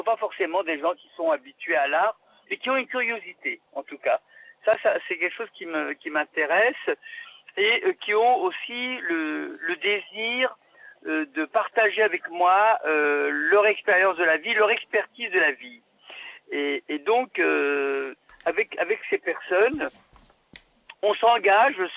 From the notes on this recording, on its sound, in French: nous avons le plaisir d’échanger, par téléphone